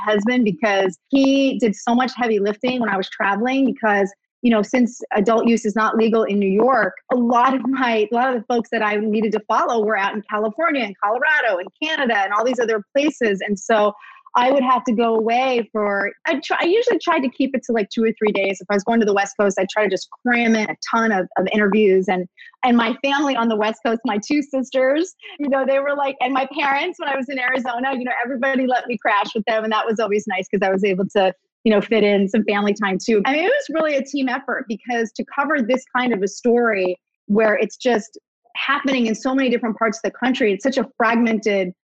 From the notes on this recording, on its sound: did a live virtual event with The Strand Bookstore